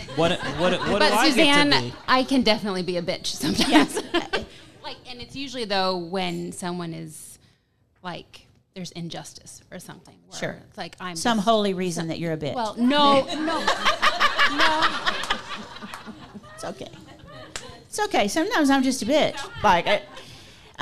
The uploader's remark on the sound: Some great Q&A with the live audience at Coco + Hazel.